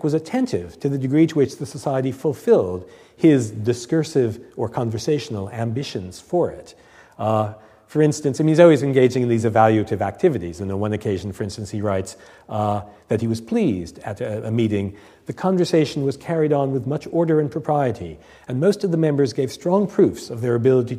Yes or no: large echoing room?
yes